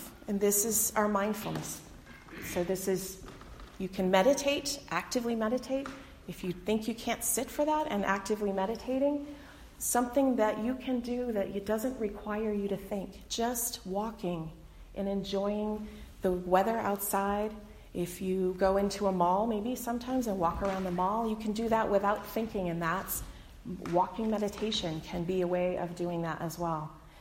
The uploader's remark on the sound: delivered on Sunday, February 23, 2020 at the Unitarian Universalist Congregation in Andover